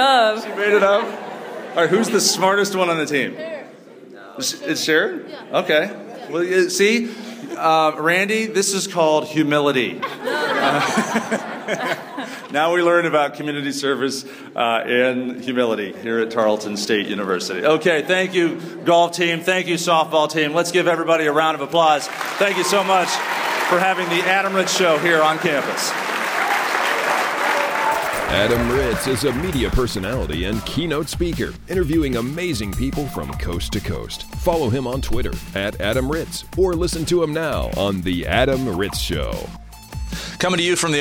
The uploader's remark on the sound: This broadcast kicks off at Tarleton State University in Texas. Live studio audience.